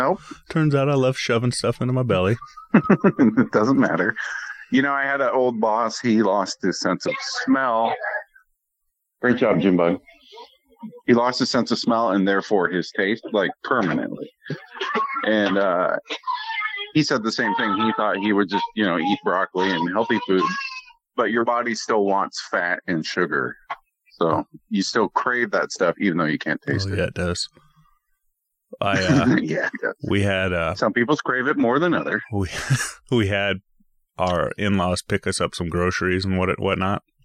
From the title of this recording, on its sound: Recording over the phone